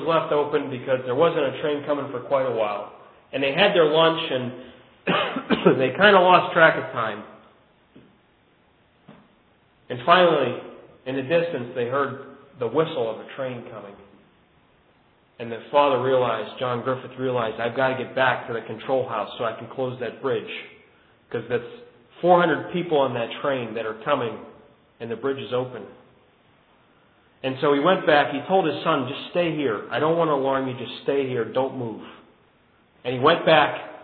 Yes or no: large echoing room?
yes